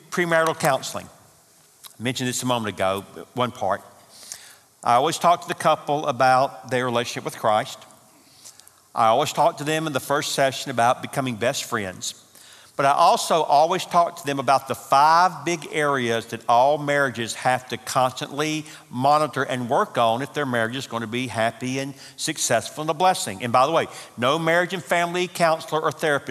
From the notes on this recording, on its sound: Marriage Conference - Session 3 (Audio). From the 2018 marriage conference hosted at Parkwood.